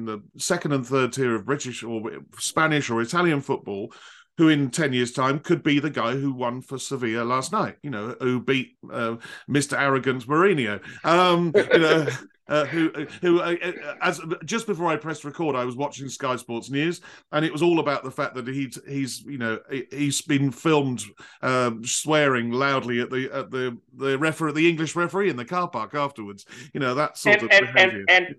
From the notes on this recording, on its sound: This interview was recorded on 1st June 2023 via Zoom.